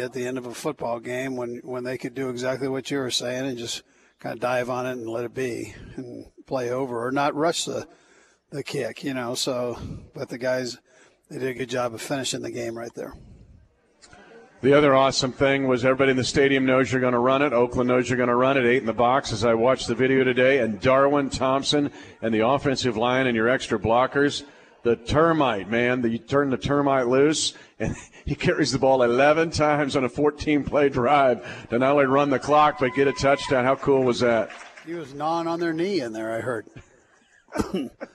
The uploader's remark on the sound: LIVE from Hy-Vee